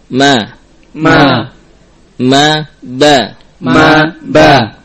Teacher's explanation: Bainiyah, nah, sifat antara syiddah dan rukhawah dan istifal. Mim mustafilah, dibaca dengan tipis.